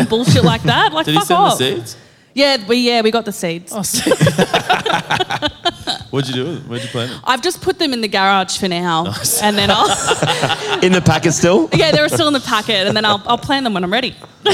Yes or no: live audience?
yes